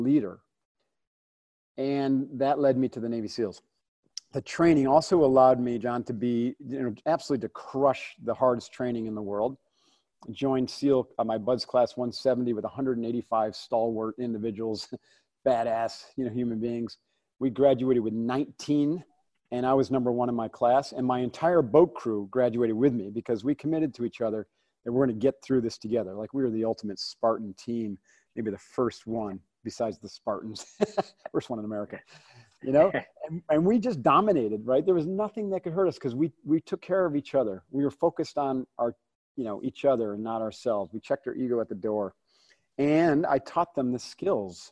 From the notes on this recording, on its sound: From our Live Zoom chat